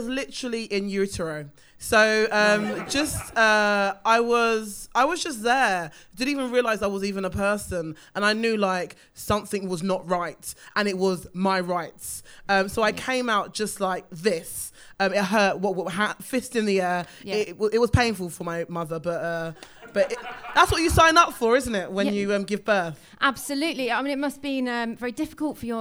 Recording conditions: live audience